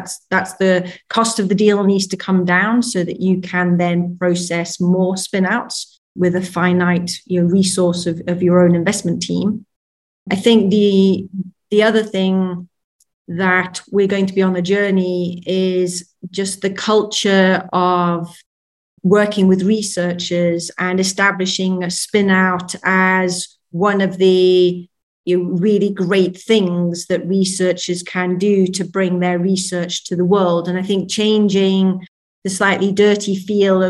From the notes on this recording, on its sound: We’re bringing you a recording of a recent webinar.